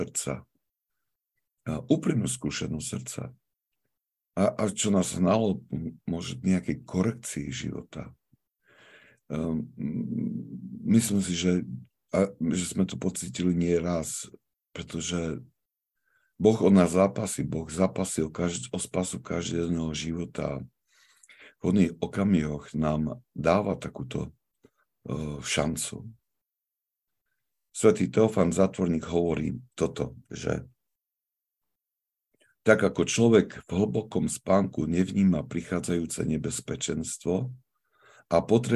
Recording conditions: video call